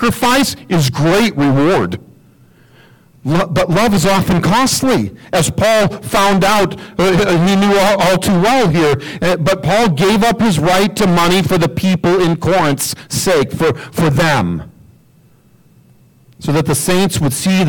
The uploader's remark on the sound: We are in the process of upgrading our AV equipment and working out the bugs. As a result, this week's audio is somewhat distorted.